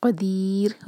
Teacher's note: اور جو ہے قاف ہیوی لیٹر ہے، یہاں رکیں گے قدیر، را کو ساکن کر کے رکیں گے تو را کو ہمیں باریک کرنا ہوگا